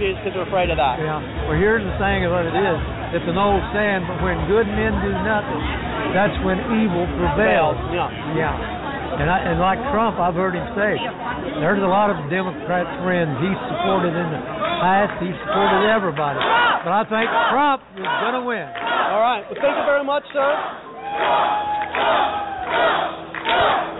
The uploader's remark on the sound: The host interviews members of the audience from two rallies